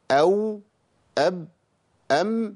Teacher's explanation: أب في إطباق، أم في إطباق أقل · Term: الشفتين